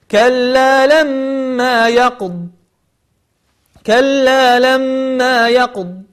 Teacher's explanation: تحاول أن تبين صفة الاستطالة في حرف الضاد